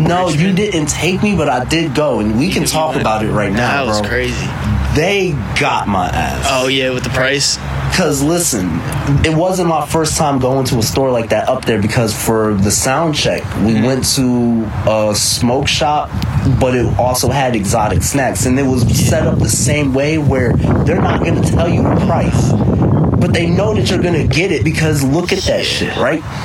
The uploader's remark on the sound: Just sitting outside on a sunny windy day